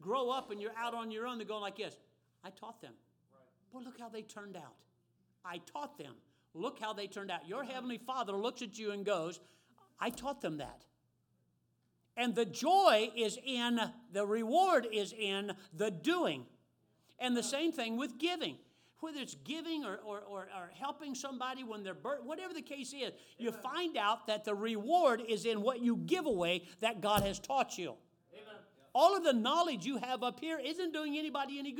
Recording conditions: large echoing room